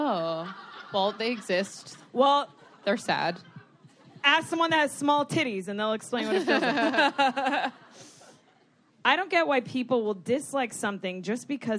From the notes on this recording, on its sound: The I don’t get it girls take it live! They answer questions from the audience.